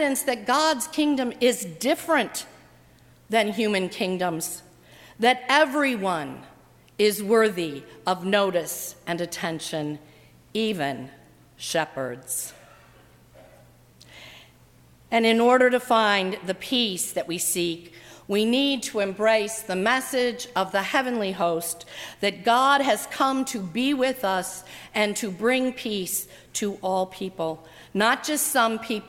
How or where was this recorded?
large echoing room